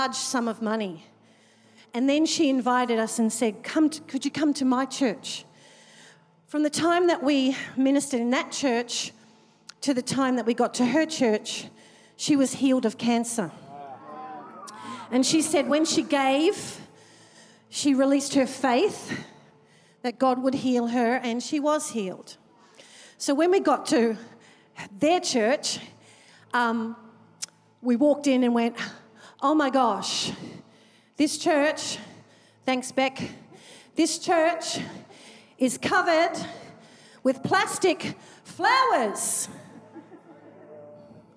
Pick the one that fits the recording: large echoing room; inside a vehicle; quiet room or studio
large echoing room